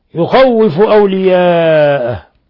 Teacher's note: مد متصل لاتصال الهمزة بحرف المد يمد من 4 إلى 5 حركات